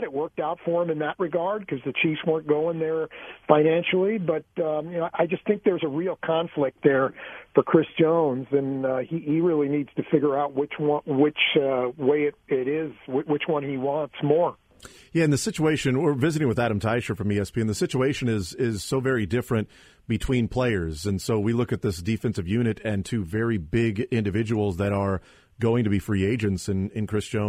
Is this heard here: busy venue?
no